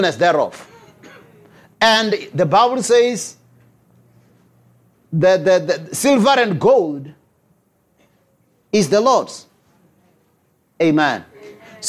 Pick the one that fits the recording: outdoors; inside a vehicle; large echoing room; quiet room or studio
large echoing room